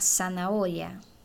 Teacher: la Z en español tiene el mismo sonido de la S.